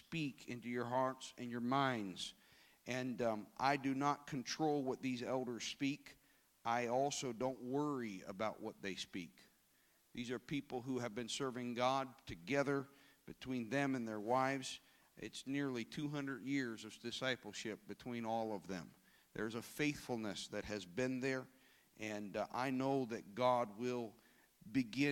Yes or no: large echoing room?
yes